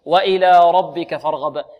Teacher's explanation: عندنا الراء كلمة ربك مفخمة لأنها مفتوحة، فارغب عندنا ماذا؟ الراء مفخمة والغين فخمة